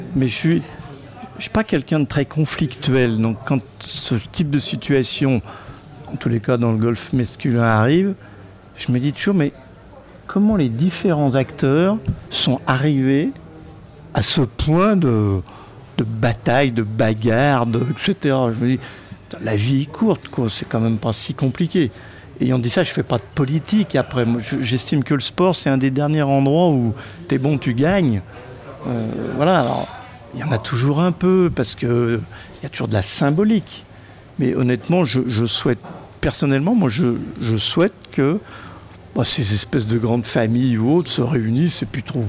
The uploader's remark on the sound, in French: Cette semaine émission spéciale en direct de l'Evian Championship.